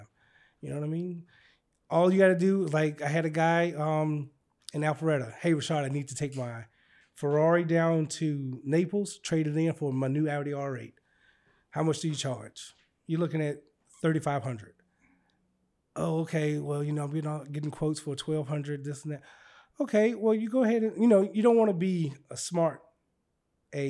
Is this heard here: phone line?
no